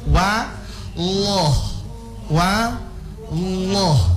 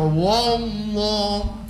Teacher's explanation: Wa loh. Jadi kan cuma cuma menaikkan pangkal lidah, toh? Bukan kesebab bulat bibir · Shown in: first take · sampai dia terangsung baca wallah.